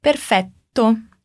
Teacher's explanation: E temos também esse som marcado no T. São dois T's juntos, então o som ali dura um pouquinho mais